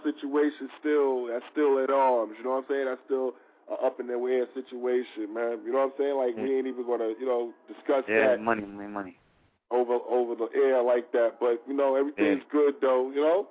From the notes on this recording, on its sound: 2 Hr call in from 8 to 10 pm